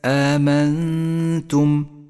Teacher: النون الساكنة وبعدها حرف التاء، نخفي النون بالتاء مع بقاء غنة للنون زمنها حركتان · Term: الإخفاء